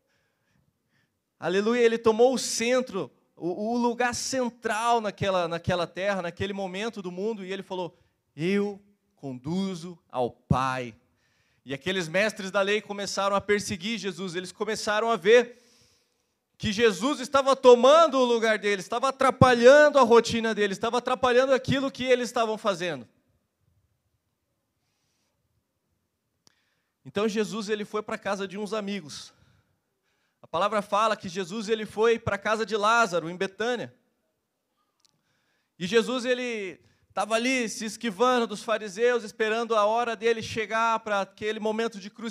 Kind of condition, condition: setting, large echoing room